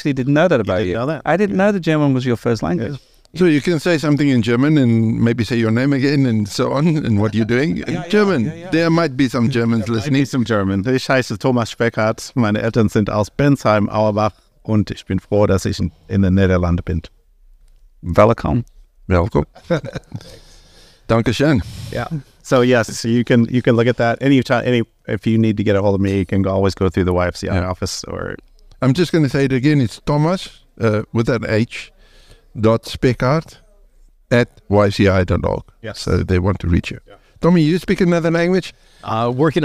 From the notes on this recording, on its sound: Streamed live from General Assembly 2023